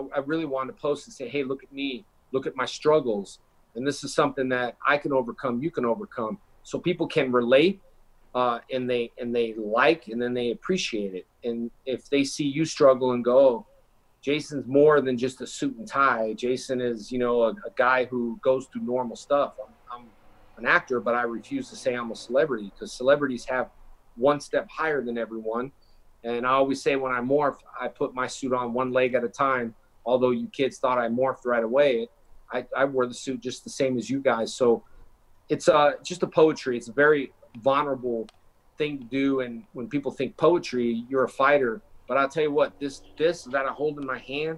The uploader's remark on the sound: This is the audio of the live video interview from "Northern Fancon from Home"